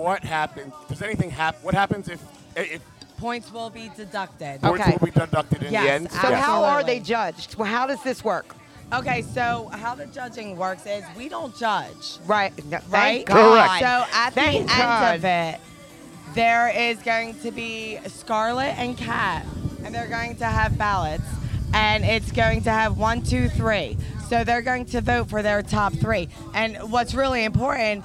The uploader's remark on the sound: LIVE from Hedo for the Connection Travel Hottest MILF Contest 2022 for the ABC Contest.